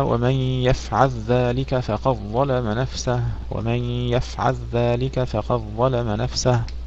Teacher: أدغم اللام في الذال